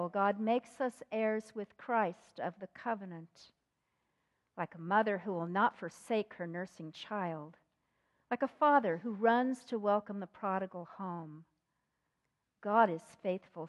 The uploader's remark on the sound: This recording is from the 8:30am worship service.